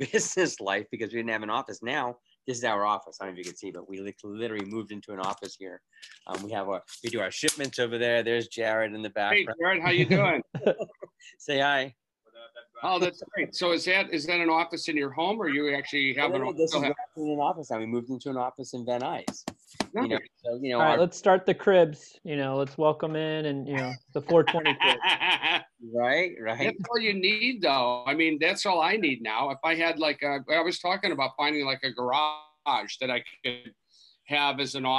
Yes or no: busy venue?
no